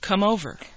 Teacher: we don't put any pause between the two words, but instead we link them or connect them so that they sound like one word. And a lot of times when this happens, it's in, for example, two-word verbs, where you have a verb followed by a preposition. · Term: linking